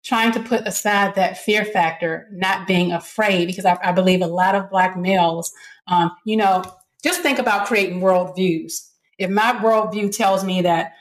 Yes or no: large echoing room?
no